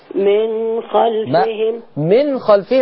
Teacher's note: من خلفهم ما فيهاش غنة. ده إظهار حلقي